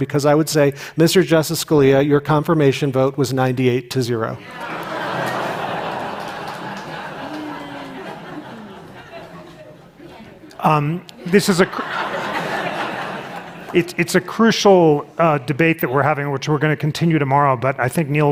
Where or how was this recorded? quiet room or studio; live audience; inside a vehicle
live audience